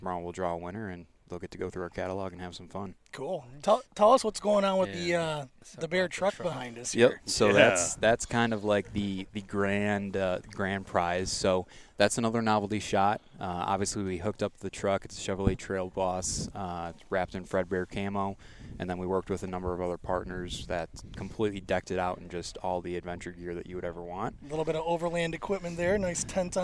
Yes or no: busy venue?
yes